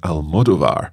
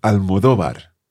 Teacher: I think in English, very often we hear people saying Almodóvar, but the stress should be on the O of the second last syllable · Shown in: second take